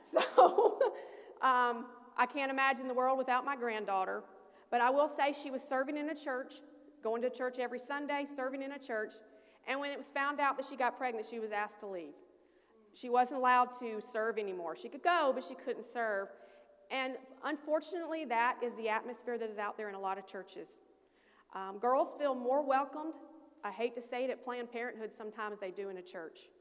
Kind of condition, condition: setting, large echoing room